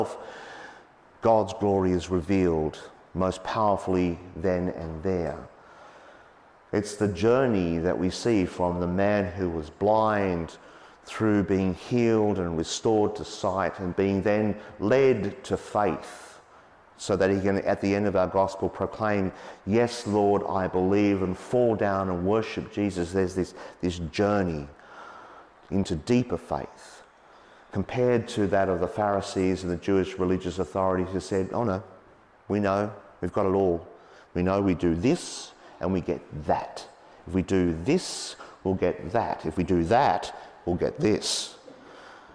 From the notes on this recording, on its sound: as preached on Sunday, 19 March 2023